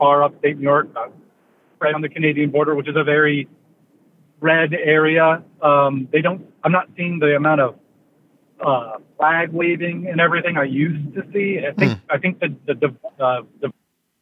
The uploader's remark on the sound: We open the phones to hear what’s on your mind. The podcast episodes are lightly edited from our live broadcasts.